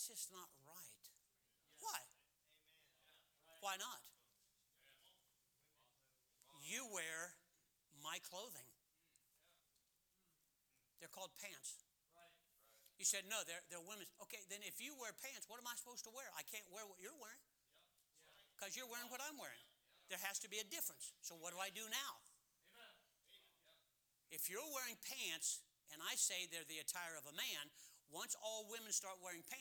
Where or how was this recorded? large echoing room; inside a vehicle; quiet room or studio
large echoing room